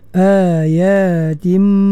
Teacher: Tadi ayatim idgham ma'al ghunnah kamil, sebab tanwin nun dalam tanwin itu dimasukkan ke dalam huruf mim secara sempurna